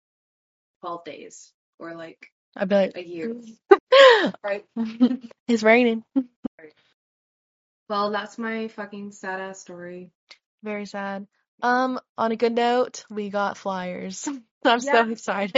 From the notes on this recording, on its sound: We are having problems getting our microphones to cooperate and sound better.